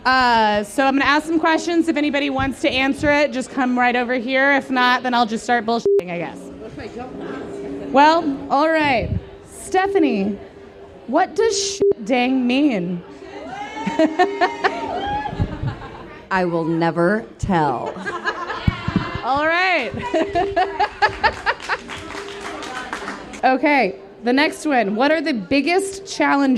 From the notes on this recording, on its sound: We're at BrainDead Brewing for the Women of Craft Beer 2017 panel as part of North Texas Beer Week. An audience Q&A with the panel.